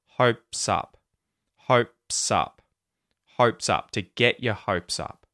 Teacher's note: hopes and up links together with the S at the end of the word hopes, linking to the sound at the start of the word up.